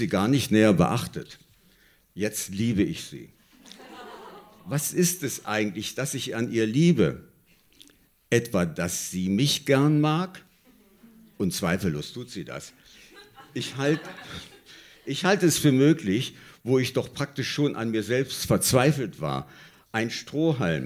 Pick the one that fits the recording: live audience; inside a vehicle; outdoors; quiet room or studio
live audience